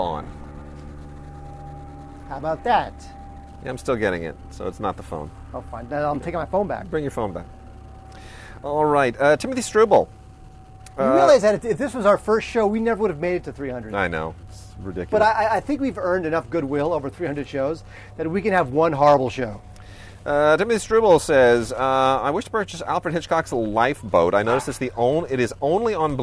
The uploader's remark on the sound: Our first podcast recorded outdoors! (It was a disaster).